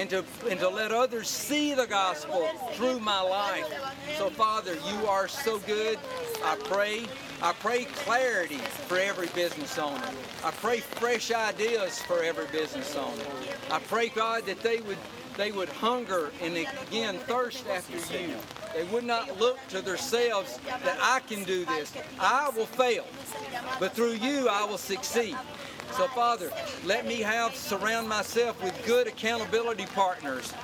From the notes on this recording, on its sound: Follow The Son Radio proudly presents the live broadcast of this year's "Prayer on the Square" in celebration of the annual National Day of Prayer events.